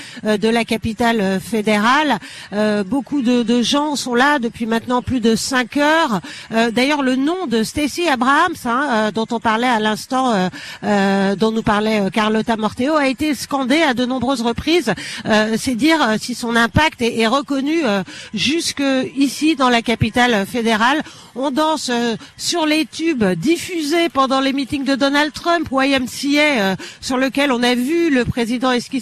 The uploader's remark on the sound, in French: en direct du Parc des Princes